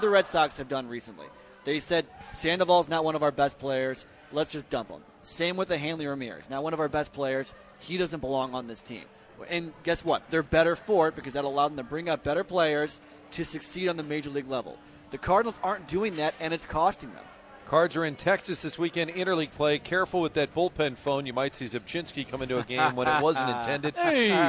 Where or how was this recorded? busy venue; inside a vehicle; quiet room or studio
busy venue